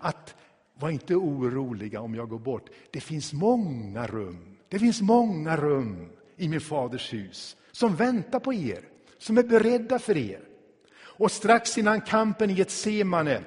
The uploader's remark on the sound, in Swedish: Inspelad i Tabernaklet i Göteborg 2016-11-06.